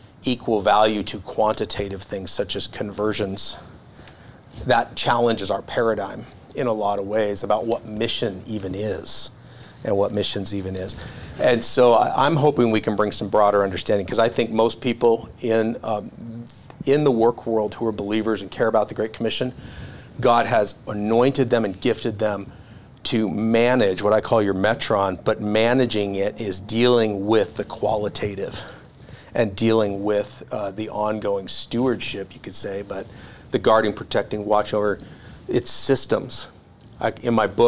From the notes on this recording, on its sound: LIVE Intro Talk at the 1st NWA Marketplace Missions Consultation. Listen into this LIVE talk I shared at the 1st ever Northwest Arkansas Marketplace Missions Consultation !